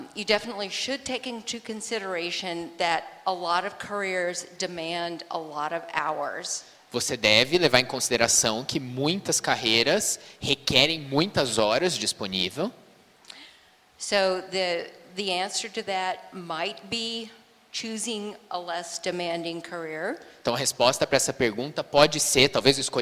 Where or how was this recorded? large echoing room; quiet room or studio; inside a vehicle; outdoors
large echoing room